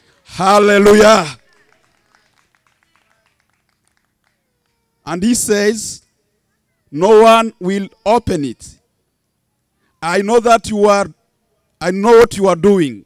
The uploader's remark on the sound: Church Outside